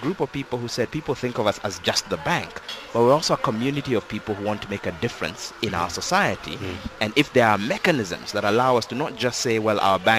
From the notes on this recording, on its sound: Africa Shared Value Summit (Outside Broadcast).